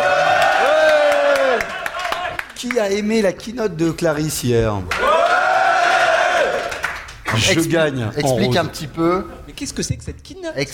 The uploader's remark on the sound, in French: en direct de Devoxx